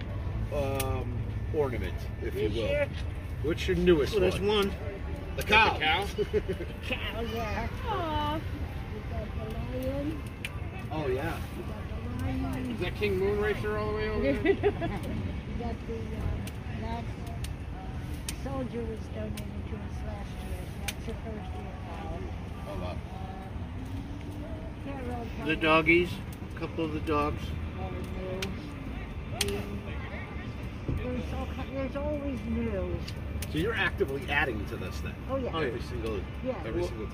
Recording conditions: outdoors